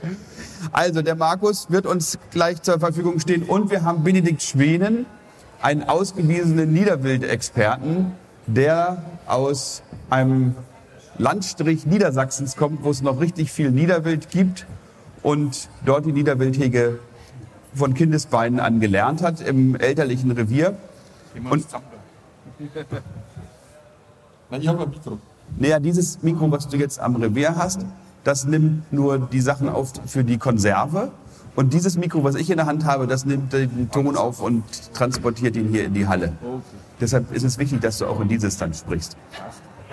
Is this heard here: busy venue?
yes